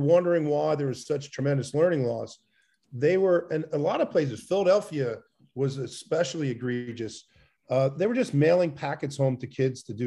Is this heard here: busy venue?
no